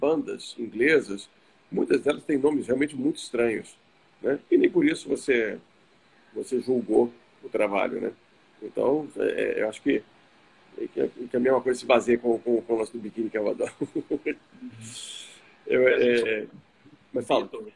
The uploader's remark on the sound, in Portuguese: ao vivo no Instagram da Alvorada FM